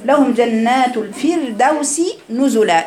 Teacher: سكنت الراء بعد كسر رققت هذه الراء